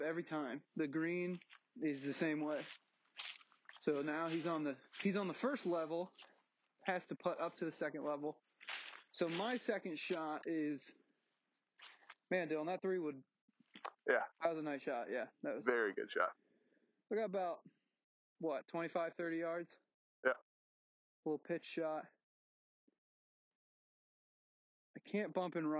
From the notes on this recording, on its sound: LIVE From the Course!!